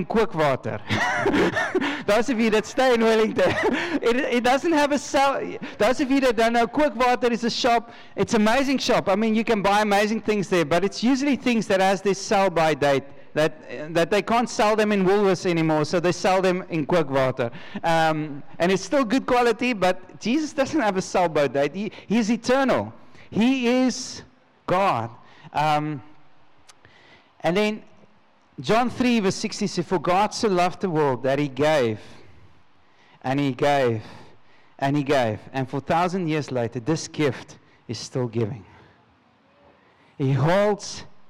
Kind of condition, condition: setting, large echoing room